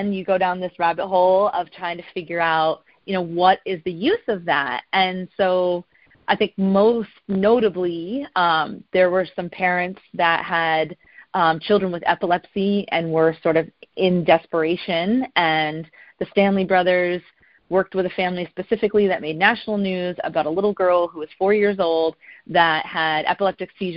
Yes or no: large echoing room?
no